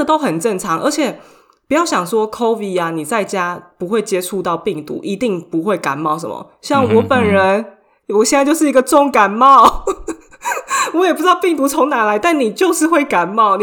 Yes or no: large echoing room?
no